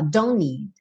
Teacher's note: como eu já tinha don't terminando em N e need começando em N, ficou tudo um N só